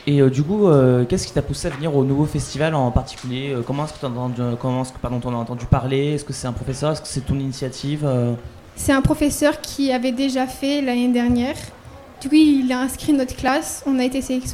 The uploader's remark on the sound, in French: Les 10 et 11 mai 2023, Delta Fm est allée au Nouveau Festival à Cenon (33). Delta Fm est allée au Nouveau Festival à Cenon (33) pour donner la parole aux lycéens porteurs de projets, venus présenter leur travail.